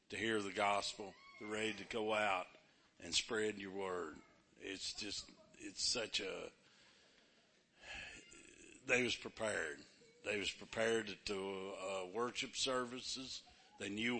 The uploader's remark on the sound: Kentucky Changers Team shares during the morning worship service.